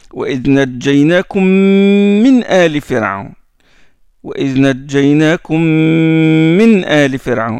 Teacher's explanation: Donc il y a le mime en appui, mais il y a un son qui sort du nez. Il y a une voix qui sort du nez. · Term: Nasalisation